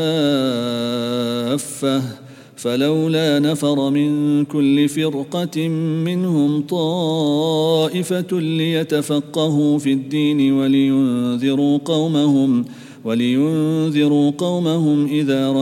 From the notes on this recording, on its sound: at the Houghton Masjid (West Street)